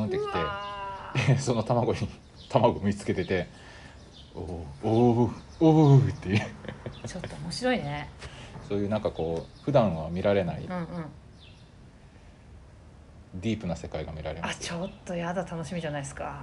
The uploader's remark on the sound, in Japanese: 畑の夜市。外で収録した関係上、最初の声が小さくてBGMに負けていたので、最初のBGMはカットしてあります。